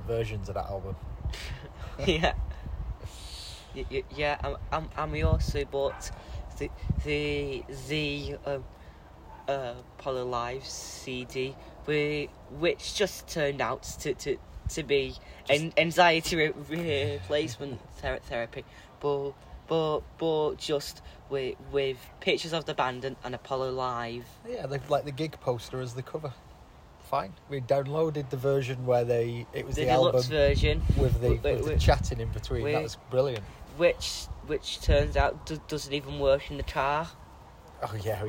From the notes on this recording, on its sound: This episode is recorded outside next to a fishing lake, and you may hear some bird song and some ducks quacking nearby. This is a young person and his dad recording a podcast.